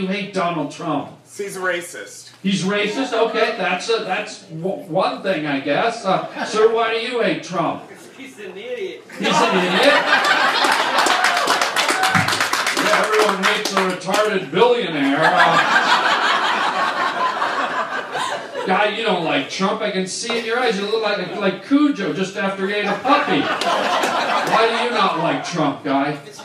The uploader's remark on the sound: does stand up at BERNIE SANDERS rally